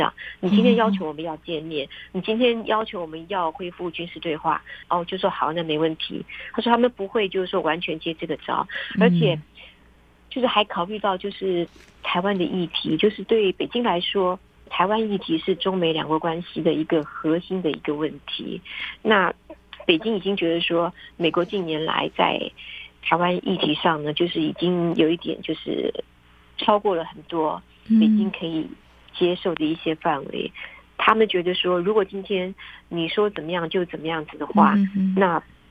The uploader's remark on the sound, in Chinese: 連線訪問中央社駐北京記者